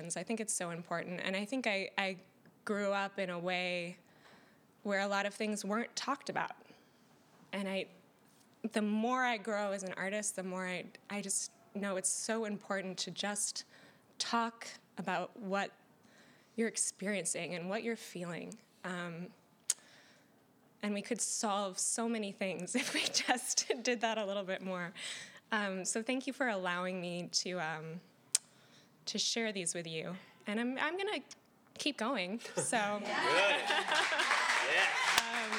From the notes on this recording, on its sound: The 100th Episode Live Event (which occurred 11/19/17 in NYC).